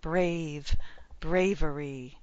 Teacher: Bravery. Three syllables. Bravery. First syllable stress.